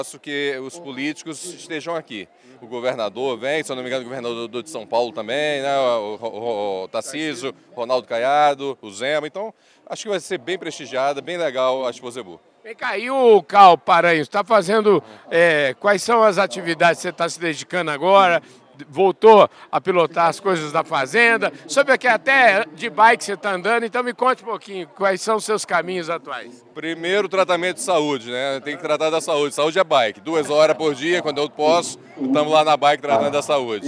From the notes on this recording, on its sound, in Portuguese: durante a cerimônia de abertura oficial da ExpoZebu 2023